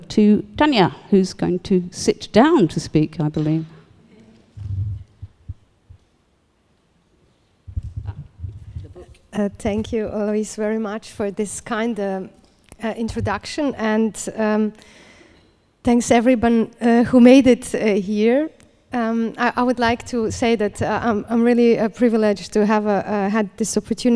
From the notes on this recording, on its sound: Took place on 6th March 2018 at LADA. This is an audio recording of the event.